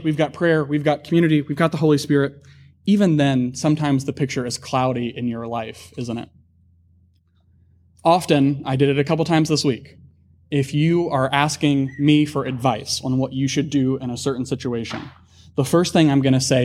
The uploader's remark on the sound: Sermon audio from the worship gathering of New City Church.